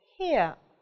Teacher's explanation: И слово, первый дифтонг у нас будет читаться как ия, ия. Вроде бы и не а, вроде бы и не о, а что-то непонятное в конце. Вот это и есть как раз-таки безударный звук.